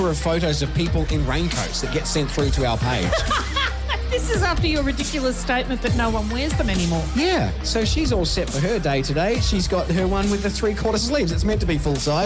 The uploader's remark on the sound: Live from the schools of the Central Coast all this week!